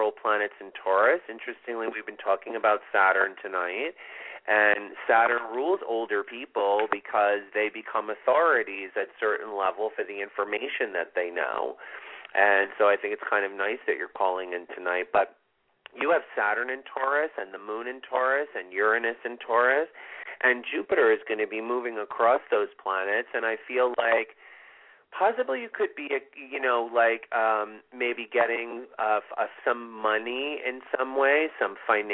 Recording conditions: phone line